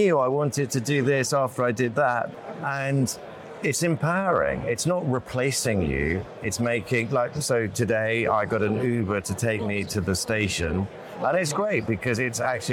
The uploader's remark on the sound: Live from the FIX Trading Community EMEA Trading Conference.